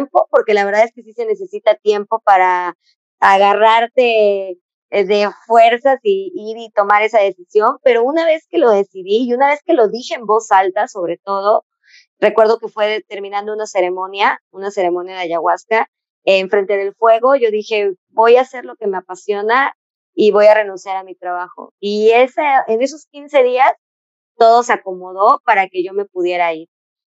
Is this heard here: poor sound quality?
yes